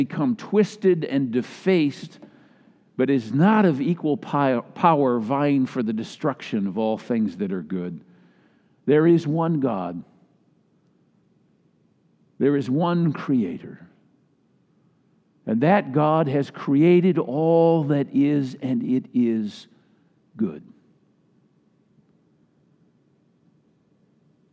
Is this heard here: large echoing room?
yes